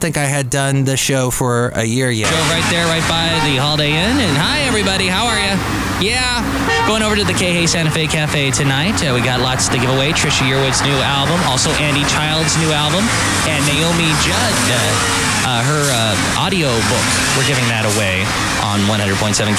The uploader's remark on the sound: podcasts live from Cafe Anyway